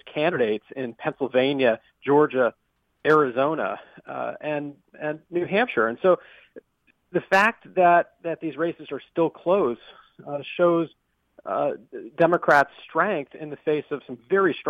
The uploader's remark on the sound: Listeners of the program also call in to provide their own thoughts on the current election cycle.